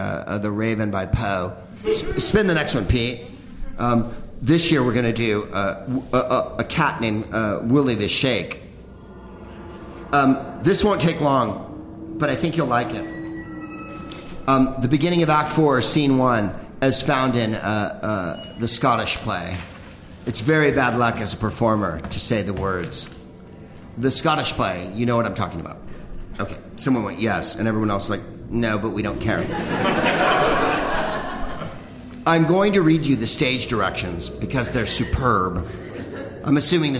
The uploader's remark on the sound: Live from The Upfront Theatre in Bellingham